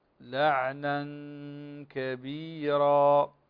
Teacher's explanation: عندنا كلمة لعنا كبيرا، فهنا التنوين النون تخفى عند الكاف، تخفى عند الكاف، لكن لا نقول لعنا كبيرا، يعني نظهر النون مع الغنة، هذا الخطأ.